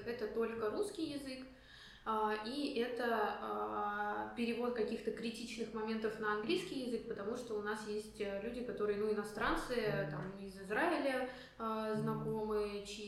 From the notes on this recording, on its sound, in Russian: Мы записывали выпуск в помещении с ужасным эхо, поэтому звук получился ужасным, о чём я узнал только после окончания записи.